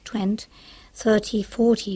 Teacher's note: La pronunciación británica de 20, 30 y 40 es 20, 30, 40, pronunciando la T claramente. En cambio, en inglés americano la T casi no se pronuncia.